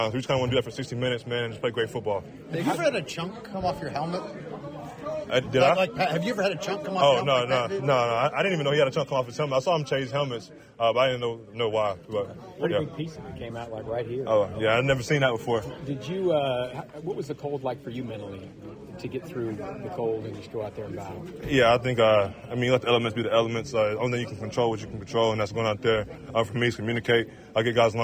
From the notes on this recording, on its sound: press conferences and locker room audio from Arrowhead